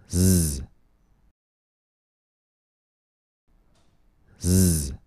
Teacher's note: Z is a continuant because the air flows continuously over the center of our tongue. · Z is a voiced consonant because we use our voice to make this sound. Our vocal folds vibrate.